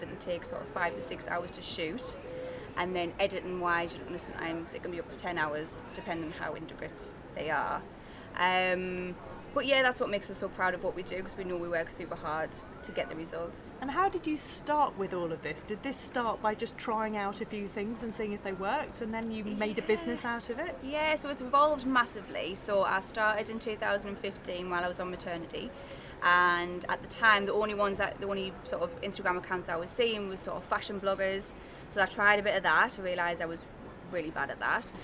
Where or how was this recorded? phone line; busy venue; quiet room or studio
busy venue